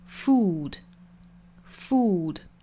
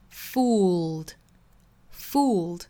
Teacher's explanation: 区别呢就在于中间是有一个舌侧音的 · Shown in: second take · ， F-O-O-L 读 foolfool，后面加的读 fooled fooledfooled，一定要注意里面这个舌侧音是不能丢的，舌尖去抵上齿龈，用喉咙发声。Fooled, fooled.